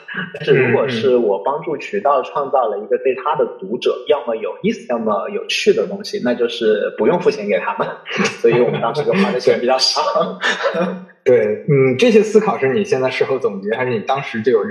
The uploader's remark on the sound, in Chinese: 本期线上录制，由于收音环境不佳，建议尽量公放、或将耳机音量调低一点点收听。